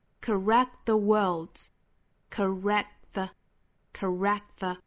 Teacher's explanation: 这里面这个 k 的发音也是一个打折的爆破，我们可以说几乎是听不到这个声音了。